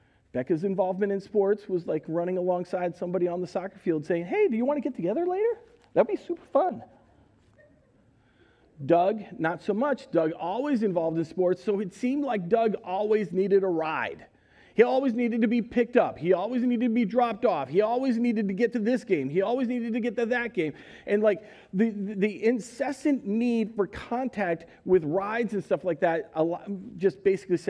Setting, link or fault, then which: setting, large echoing room